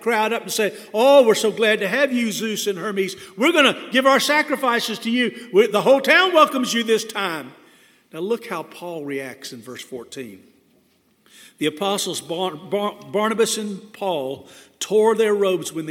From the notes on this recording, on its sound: This sermon was delivered on May 22, 2022 at First Baptist Church Hendersonville, NC.